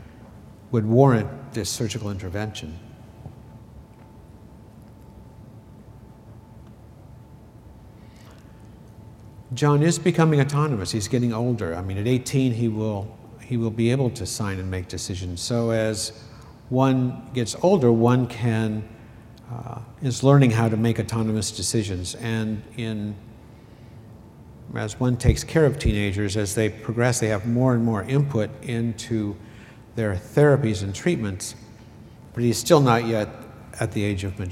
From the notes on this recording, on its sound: This was audio was recorded at the 2012 Summer conference in Seattle Washington